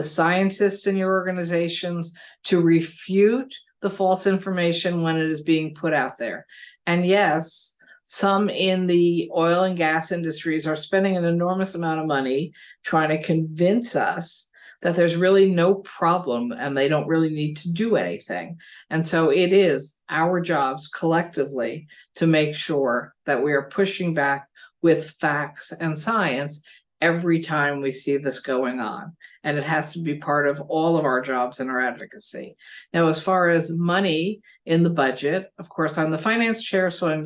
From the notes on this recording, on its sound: NY Renews held a virtual ‘Climate State of the State’ press conference.